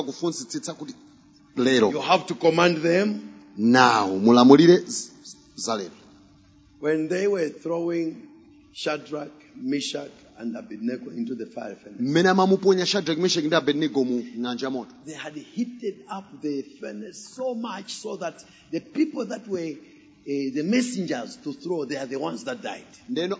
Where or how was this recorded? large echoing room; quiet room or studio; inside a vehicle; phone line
large echoing room